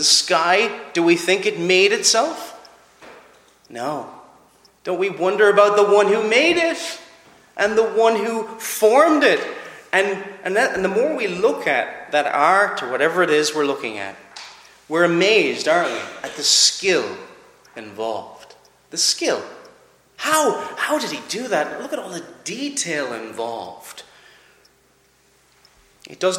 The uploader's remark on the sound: Preached at Clare Reformed Presbyterian Church